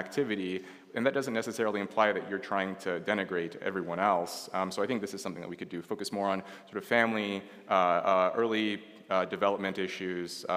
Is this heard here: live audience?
yes